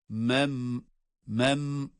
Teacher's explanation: Mem derken bakınız cezimli mimde de bir gunne sesi var.